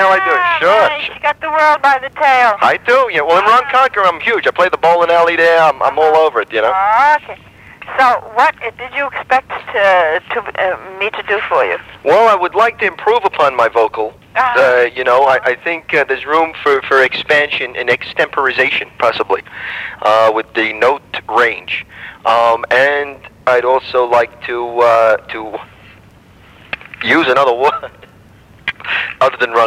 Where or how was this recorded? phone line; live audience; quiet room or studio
phone line